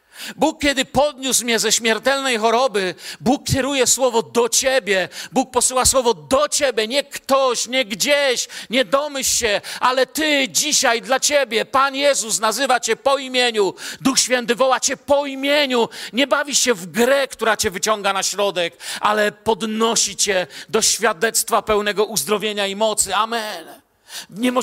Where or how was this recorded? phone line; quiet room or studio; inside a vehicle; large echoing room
large echoing room